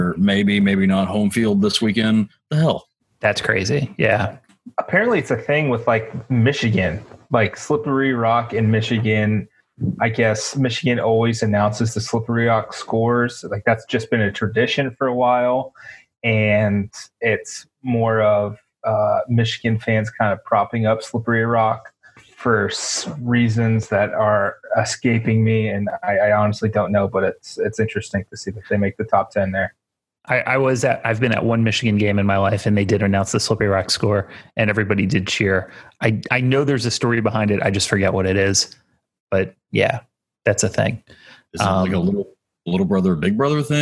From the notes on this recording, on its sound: jump in the zoom machine